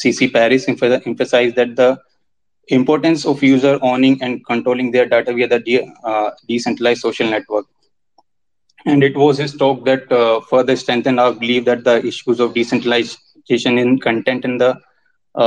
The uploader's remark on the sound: This is the full live audio recording from Twitter Spaces